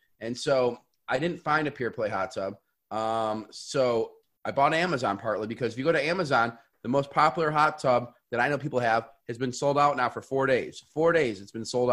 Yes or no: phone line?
no